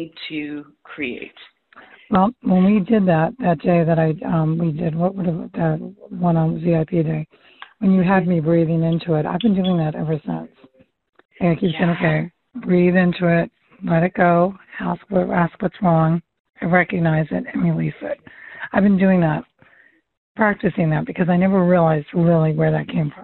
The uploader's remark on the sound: All of these coaching calls have been recorded with permission, and the sound quality may vary.